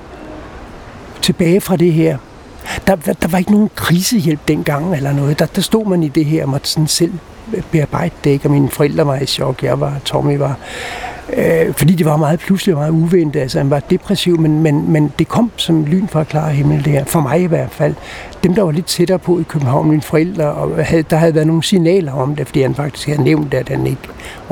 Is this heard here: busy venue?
yes